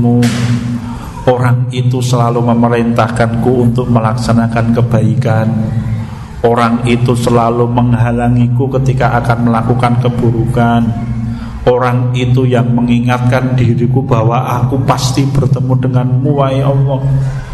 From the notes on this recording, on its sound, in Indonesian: Rekaman Kajian Majelis Pengajian Islam Ihyaa'ul Quluub. Di Masjid Al Aman Sidoarum Godean Sleman rutin setiap hari Sabtu selepas sholat Isya. Yang diselenggarakan oleh FKAM Yogyakarta dan Takmir Masjid Al Aman.